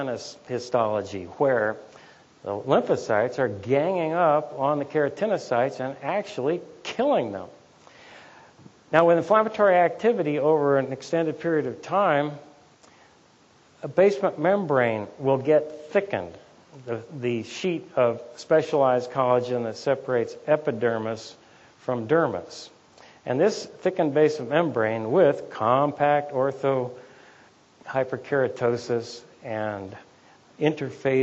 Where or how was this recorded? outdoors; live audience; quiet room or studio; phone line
live audience